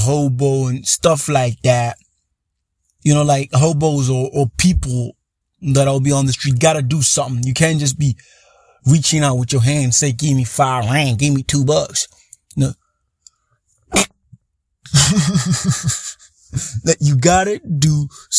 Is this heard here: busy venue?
no